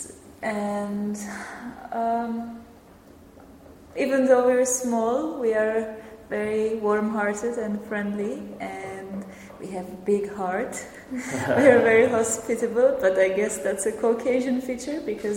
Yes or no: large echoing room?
yes